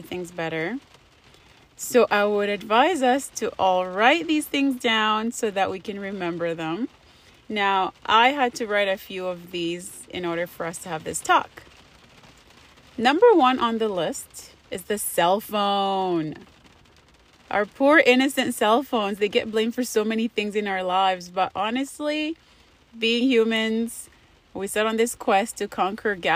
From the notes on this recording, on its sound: I recorded while it was raining thinking it was a good idea, you be the judge. I'm iffy about the sound quality.